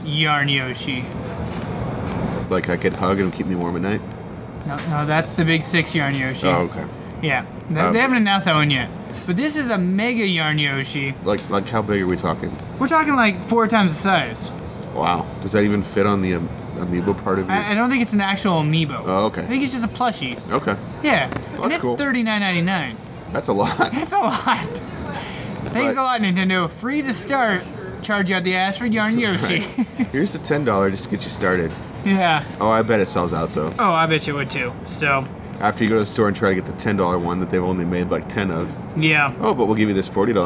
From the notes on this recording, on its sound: come live to you from Barrel Mountain Brewing in downtown Battle Ground, Washington